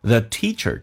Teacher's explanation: The teacher 长元音嘴角往后咧，我写的是美式发音，那是一个长元音 e